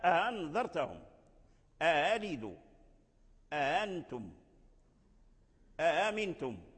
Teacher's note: هذه قاعدة مضطردة عند نافع رحمه الله، يسهل الهمزة الثانية من اجتماع الهمزتين